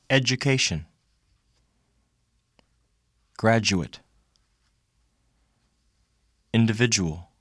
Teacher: The sound d followed by u is pronounced j.